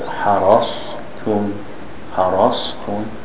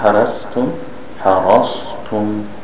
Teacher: If the ta is thin, the sad is thick. So when we follow the sad by a thin letter, make sure to keep the sad thick. · Shown in: first take